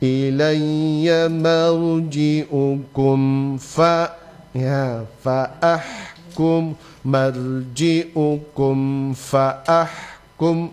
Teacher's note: Mim sukunnya dibaca jelas. Karena dia dibaca jelas, maka tidak perlu dilamakan di situ ya. · Term: dibaca secara idhar